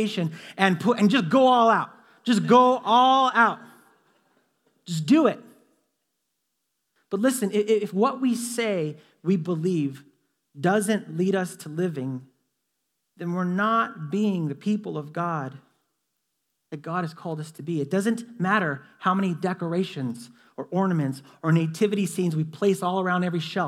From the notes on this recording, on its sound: Delivered on 3 December 2017 at Grace Church of La Verne . Delivered on 3 December 2017 at Grace Church of La Verne .